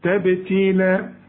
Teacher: وانت ملاحظ ان احنا بنقف بالالف كاملة، لان الفتحتين بيدوني الف كاملة عند الوقف